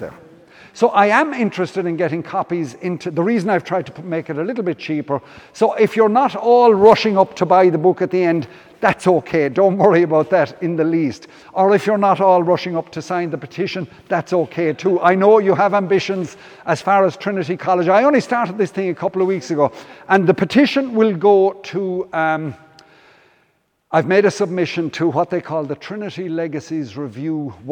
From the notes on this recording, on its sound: Came back to Killaloe in July to give a talk. Presentation took place as part of Feile Brian Boru Festival at St Flannan’s Cathedral.